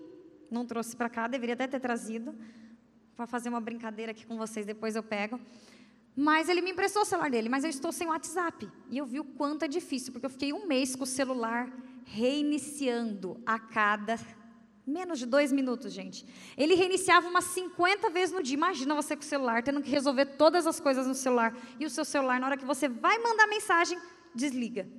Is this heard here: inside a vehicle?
no